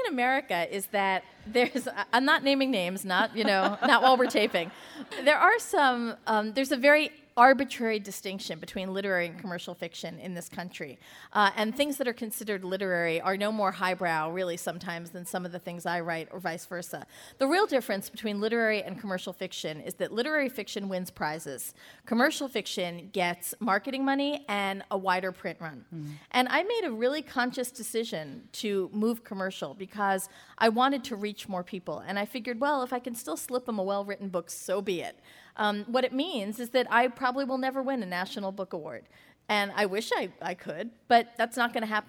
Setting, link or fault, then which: setting, live audience